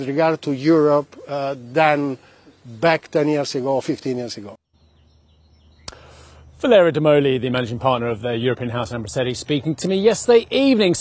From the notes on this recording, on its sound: We are live on the shores of Lake Como, Italy